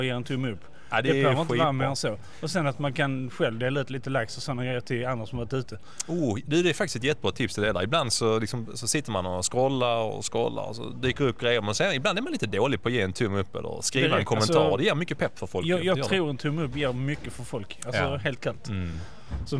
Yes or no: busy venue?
yes